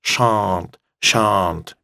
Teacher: Это произносится чуть-чуть иначе. Shan't, shan't, мягкое ш.